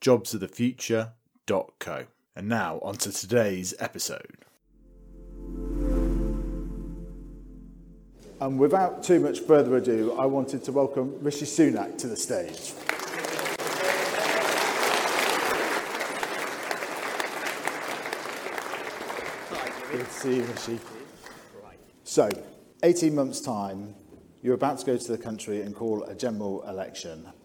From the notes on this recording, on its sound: a series of questions from members of the audience